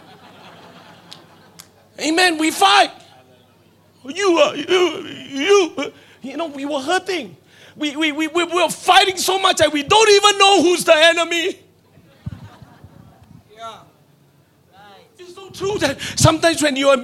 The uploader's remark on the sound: Preached at Deep Calleth Deep Conference 2023, 7 December Evening Service